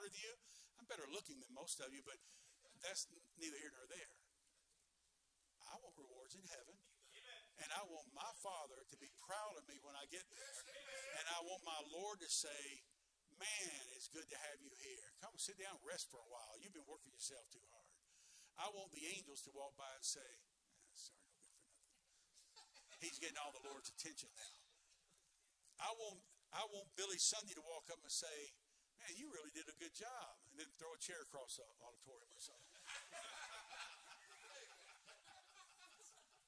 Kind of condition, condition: setting, large echoing room